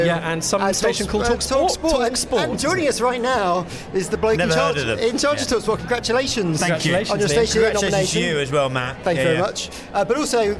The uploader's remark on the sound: LIVE from the 2023 Audio & Radio Industry Awards Nominations. LIVE from the 2023 Audio & Radio Industry Awards Nominations !